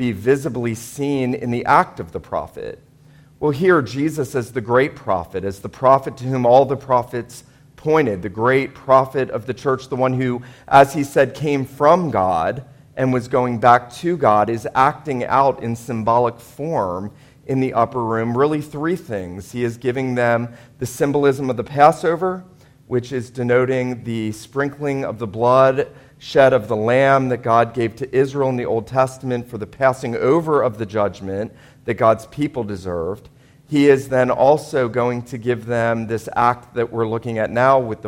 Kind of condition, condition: setting, large echoing room